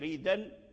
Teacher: اتفق أهل رواة نافع على نقل حركة الهمزة إلى الدال